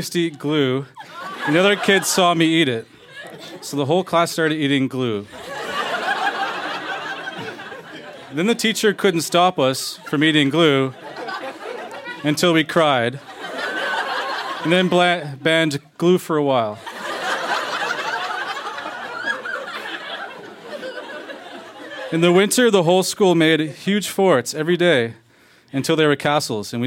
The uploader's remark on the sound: Recorded live at Yuk Yuk's in Ottawa.